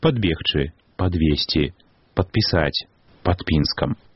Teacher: Не памякчаюцца, натуральна ж, перад мяккімі гукі «д», «т» прыставак або прыназоўнікаў.